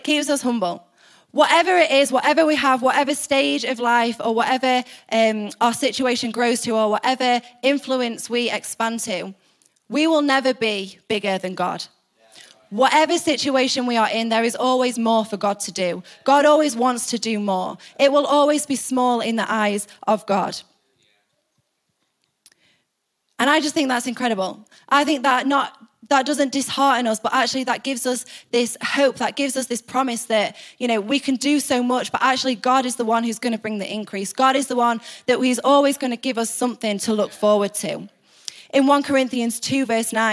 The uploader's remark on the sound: Recorded live at the Chesterfield Campus this is the message from the evening service on the 28th July 19.